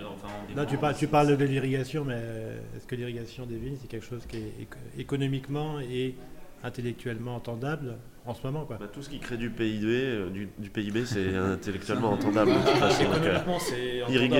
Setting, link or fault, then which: setting, busy venue